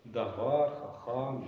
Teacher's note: А если у нас двусложное там, или больше слогов в существительном прилагательном, то там «а» в закрытом слоге удлиняется под ударением